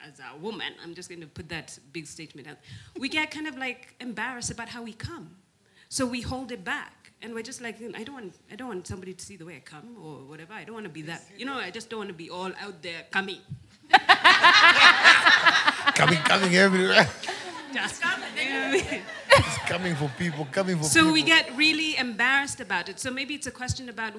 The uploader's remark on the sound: A very intense conversation between the live audience and the guest hosts. A few debates amongst the audience is what made this episode magic.